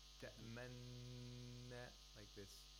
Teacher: It means that while applying, it actually means that the word was originally ta'manuna, but because it's so difficult to pronounce ta'manuna, you pronounce one noon, you do idgham, you apply the ghunna, and while applying the ghunna, you make your lips rounded · Term: ishmam of noon